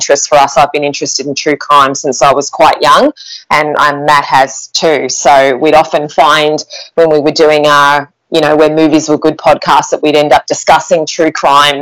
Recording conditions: poor sound quality